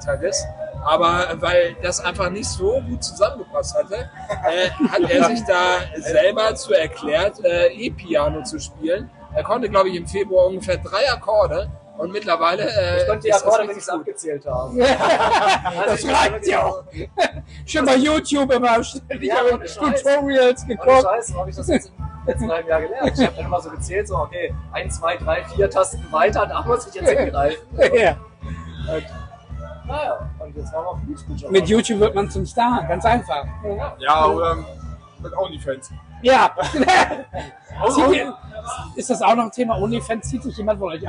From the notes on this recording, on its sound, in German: (mit Audiostörung). Live vom Beach Beach Festival.